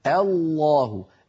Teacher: لسان المزمار قد رجع إلى الوراء فأحدث تضيقا في الحلق